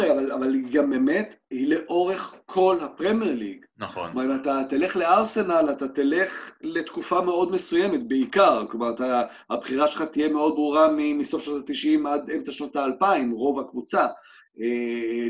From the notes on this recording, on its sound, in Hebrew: פרק נוסף שהקלטנו בזום מול קהל לייב, מרגישים ממש כמו סיטקום אמריקאי.